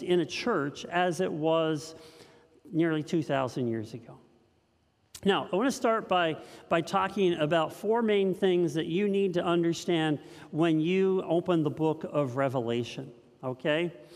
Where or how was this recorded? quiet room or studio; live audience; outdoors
live audience